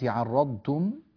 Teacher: الضاد لابد أن تأخذ زمنها وألا تدغم في التاء